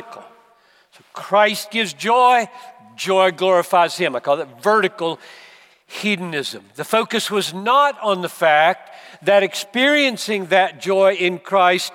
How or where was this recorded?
live audience